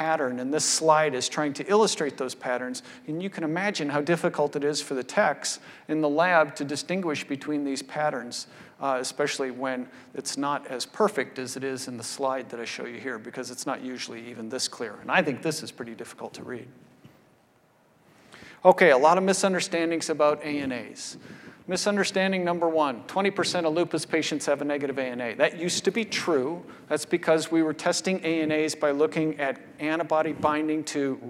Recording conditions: large echoing room